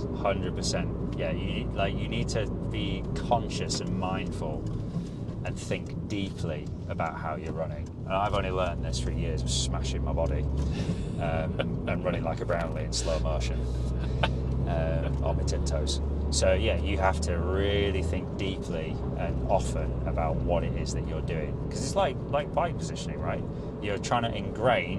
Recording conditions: inside a vehicle